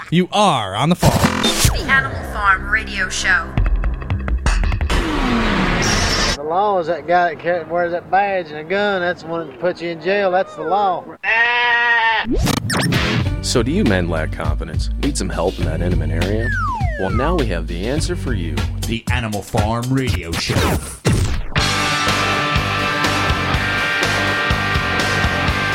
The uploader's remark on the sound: taking phone calls from fans